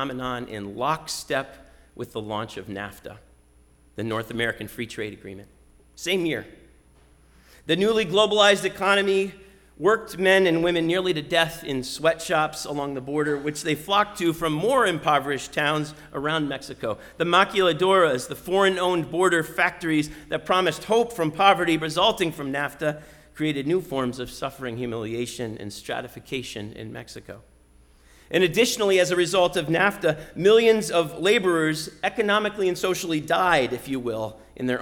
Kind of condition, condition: setting, large echoing room